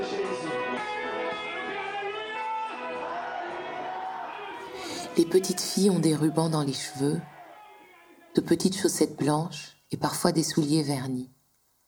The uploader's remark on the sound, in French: Mes hôtes protestants m'ont invité à la messe. Le prêche que vous entendez dans cet épisode a été enregistré par moi, en mars 2010 à Port-au-Prince.